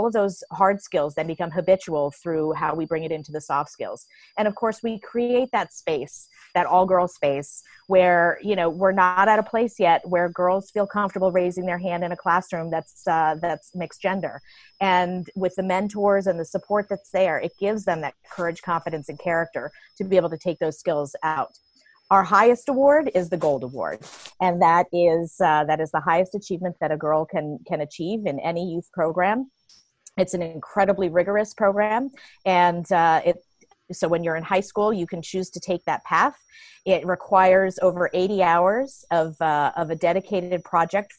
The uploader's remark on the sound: talked with her via Zoom